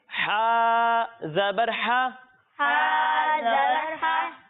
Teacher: جب ہم ہا کی ادائیگی کریں گے تو اسے حلق کے درمیانے حصے سے پڑھیں گے